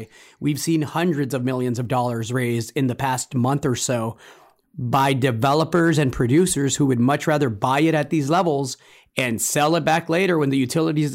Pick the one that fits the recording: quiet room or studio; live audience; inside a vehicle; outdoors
quiet room or studio